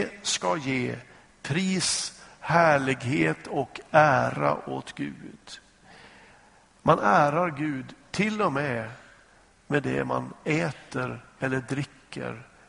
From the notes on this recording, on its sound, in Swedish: Inspelad i Smyrnakyrkan, Göteborg.